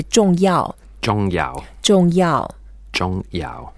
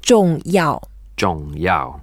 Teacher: both are in fourth tones and the way to say fourth tones, we go down and just emphasize it